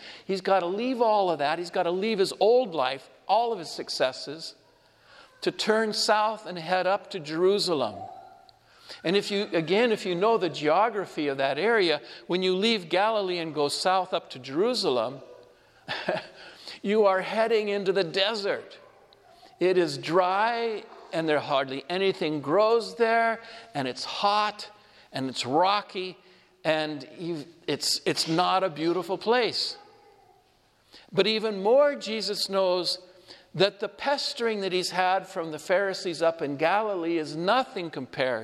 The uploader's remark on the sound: Homily delivered at Our Lady of Fatima Church, Spokane